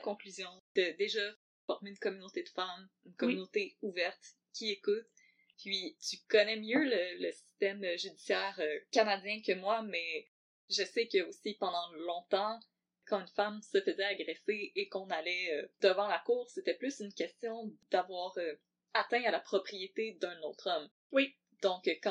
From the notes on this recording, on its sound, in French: La qualité audio de cet épisode n'est pas optimale.